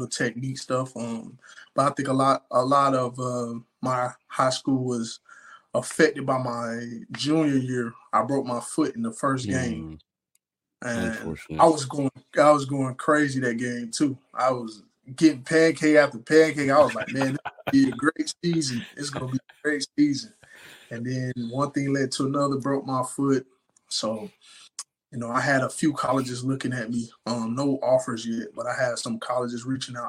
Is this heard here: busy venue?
no